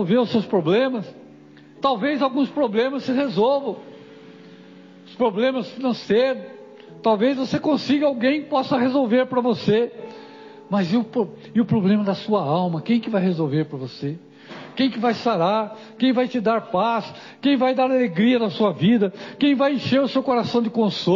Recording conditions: large echoing room